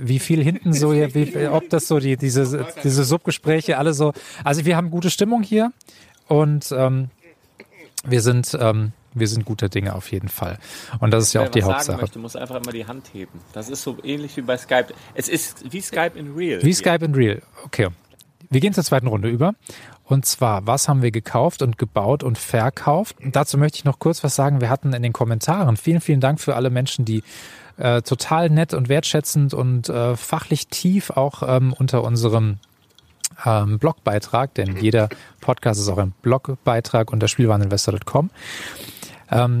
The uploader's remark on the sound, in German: Spät am Abend, barfuß am Lagerfeuer- und das erste mal live und direkt.